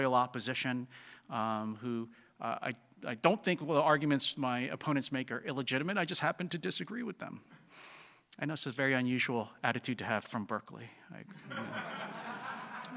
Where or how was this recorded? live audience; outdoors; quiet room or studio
live audience